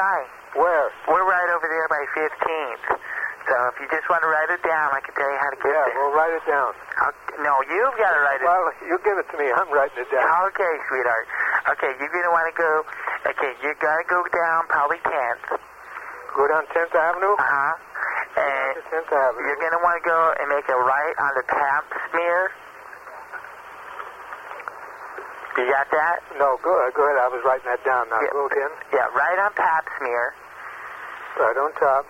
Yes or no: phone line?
yes